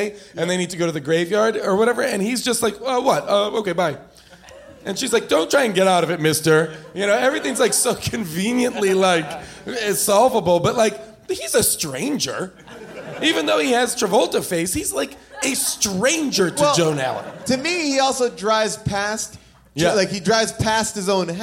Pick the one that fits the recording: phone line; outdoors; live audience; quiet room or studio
live audience